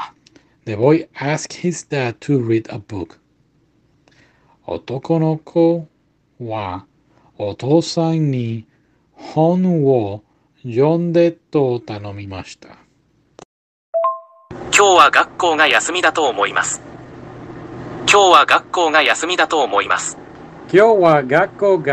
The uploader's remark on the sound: audio is bad